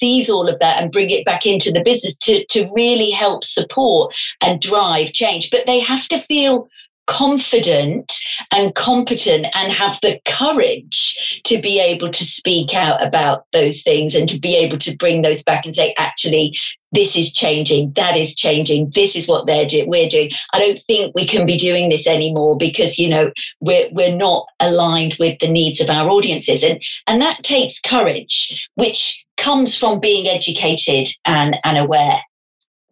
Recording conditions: video call